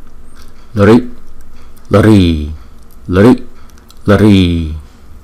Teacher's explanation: Lri là dental. Dental là ngay số 4, thì chúng ta để cái lưỡi ngay cái răng chúng ta đó, chúng ta đọc lri, lri, lri, lri.